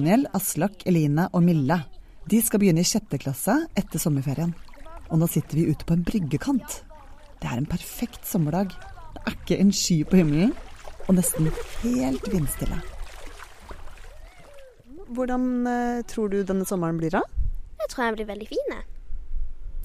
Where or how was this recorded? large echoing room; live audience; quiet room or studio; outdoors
outdoors